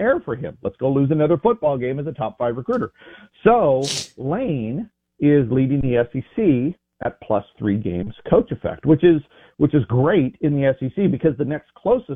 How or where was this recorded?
phone line